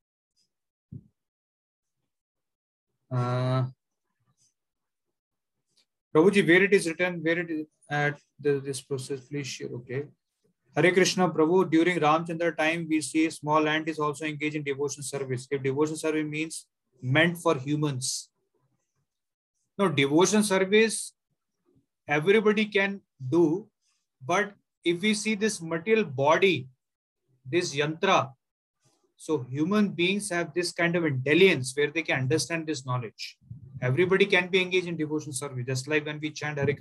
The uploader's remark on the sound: Zoom recorded class